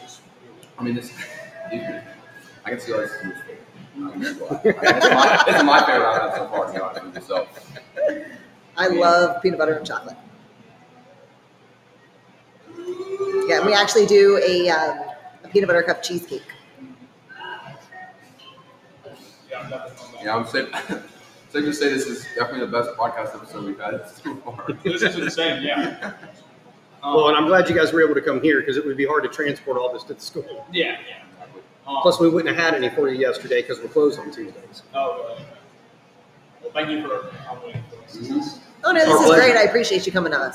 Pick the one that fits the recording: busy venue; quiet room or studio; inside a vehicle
busy venue